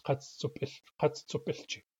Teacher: The number three, katsa, gets pronounced katsu before a counting suffix that starts with a P. So three times is katsupit, and 3 o'clock is katsupilchi.